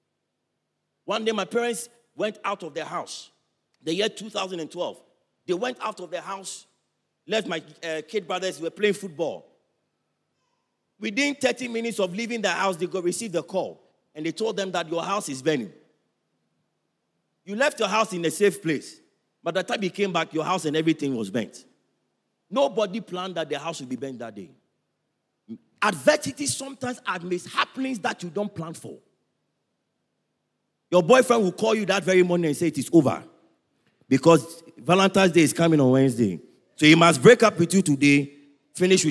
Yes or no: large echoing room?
yes